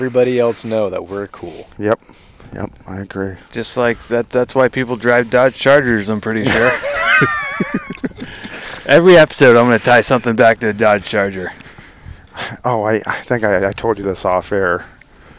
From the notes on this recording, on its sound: Recording from the blind with left coast waterfowl.